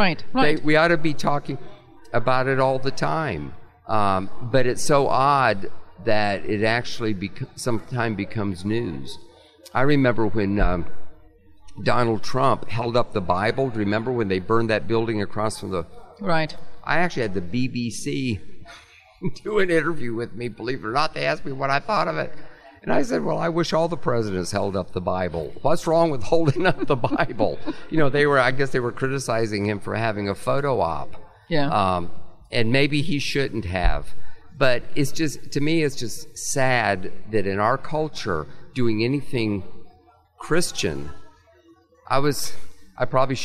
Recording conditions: busy venue